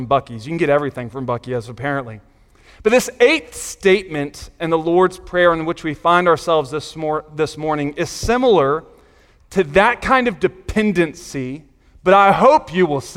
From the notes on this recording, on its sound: Sunday Morning Sermon Audio